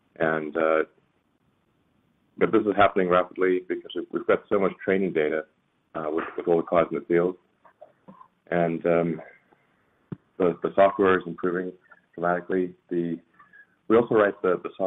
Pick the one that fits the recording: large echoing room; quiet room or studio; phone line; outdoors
phone line